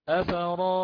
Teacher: بجواز الإشباع أو التوسط حال الوقف في مد الياء الساكنة